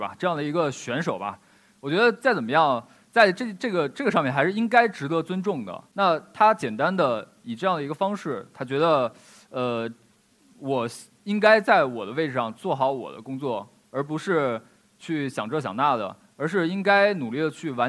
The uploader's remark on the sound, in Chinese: 一席现场